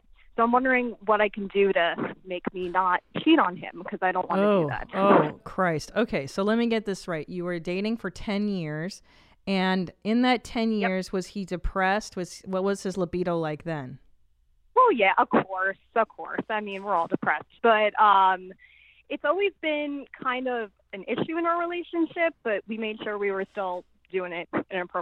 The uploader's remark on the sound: The two of them take live calls from listeners.